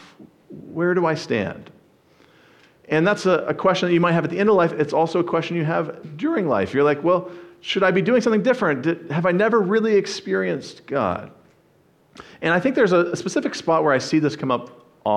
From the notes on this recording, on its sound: Sermon preached. At the First Baptist Church of Jackson, MI.